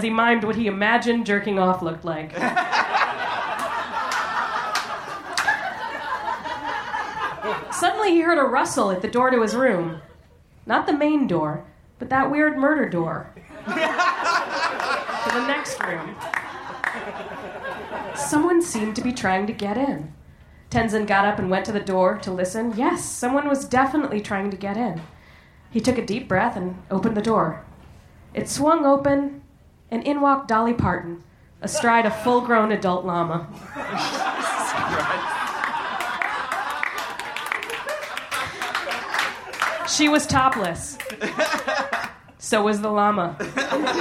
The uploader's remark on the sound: Recorded live at The Virgil in Los Angeles.